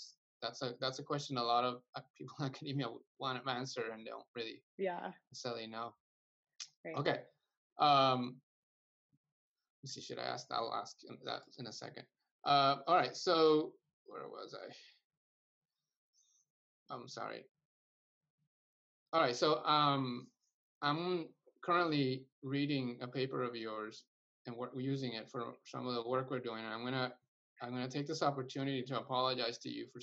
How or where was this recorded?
video call